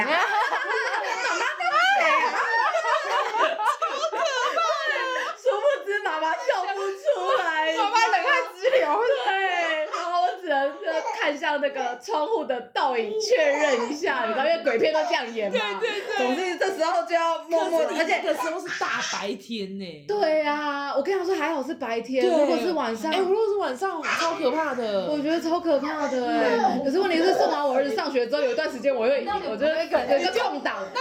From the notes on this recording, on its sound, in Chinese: 立刻拿起手機就錄音了請忽略背景她的兒子不斷發出的笑聲。